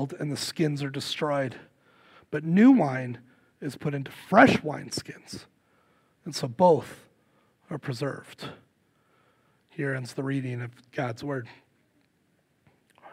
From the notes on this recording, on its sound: Recorded live at Word of Life Church in Le Sueur, Minnesota, on January 14, 2024. Powered by Restream (Bensound Royality Free background music).